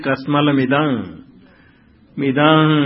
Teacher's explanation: बीच में कस्मल मिदम यहां विराम नहीं है इसलिए अनुस्वार है।